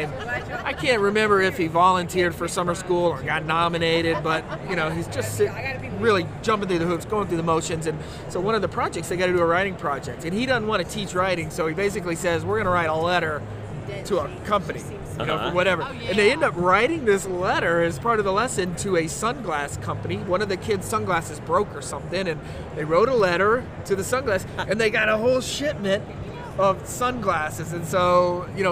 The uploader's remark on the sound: Live from GaETC 2017